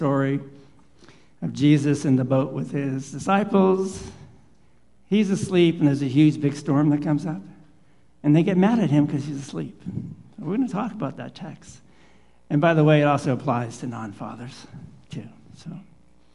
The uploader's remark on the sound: Live Worship Service